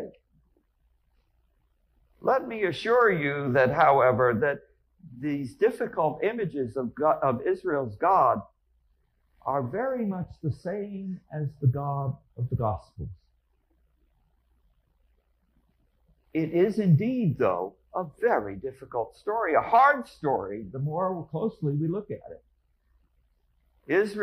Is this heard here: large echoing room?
yes